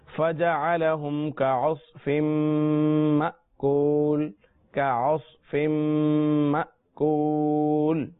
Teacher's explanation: میم کے بعد حمزہ ساکنہ ہے یہاں جھٹکا ہوگا